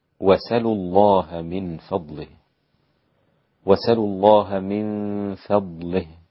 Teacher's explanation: واسألوا الله من فضله، واسألوا الله من فضله، نقل الإمام ابن كثير والكسائي وخلف، ابن كثير الثاني والكسائي السابع وخلف العاشر، نقلوا حركة الهمزة إلى السين الساكنة قبلها، وكذلك حذف الهمزة. يبقى حصل حكمين في هذه الكلمة، هكذا نقلنا حركة الهمزة إلى الساكن وهي السين قبلها، ثم حذفنا حرف الهمزة. · Term: النقل والحذف